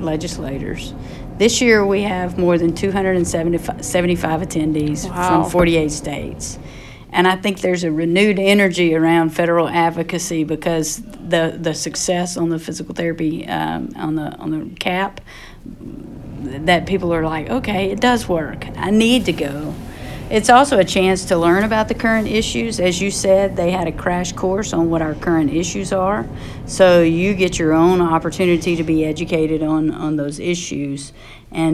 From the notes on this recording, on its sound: live from the 2018 APTA Federal Advocacy Forum in Washington D.